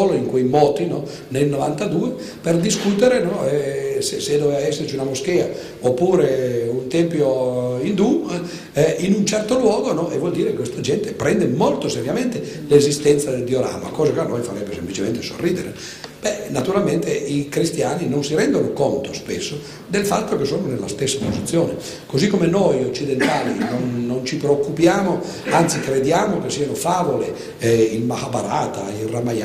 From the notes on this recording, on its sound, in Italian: Registrazione del 16 maggio 2011, presso il Teatro Franco Parenti di Milano.